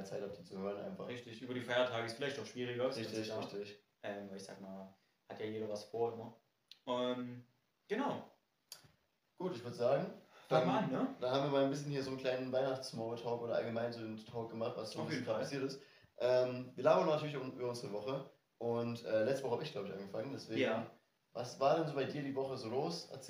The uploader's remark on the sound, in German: leider hat sich das Audioproblem wiederholt, deshalb hört ihr wieder den Kamerasound.